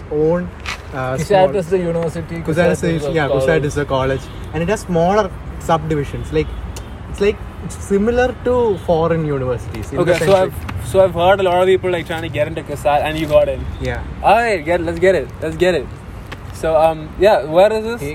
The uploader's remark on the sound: we recorded this episode in a cemetery